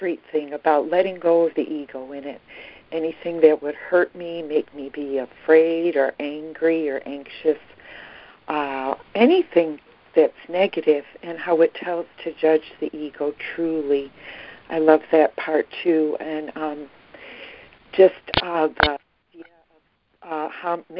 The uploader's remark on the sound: ACIM Daily Conference Call.